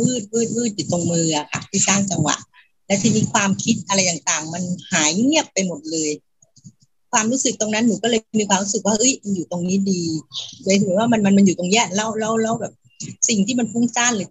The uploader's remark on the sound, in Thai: เป็น 1 ใน 3 คอร์สออนไลน์ (ผ่านโปรแกรม Zoom)